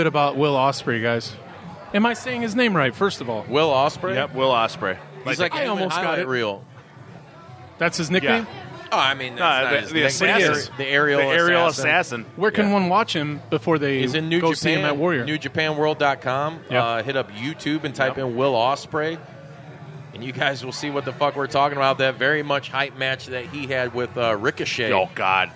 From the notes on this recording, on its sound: coming at you live from Racine, Wisconsin at the Racine Brewing Co.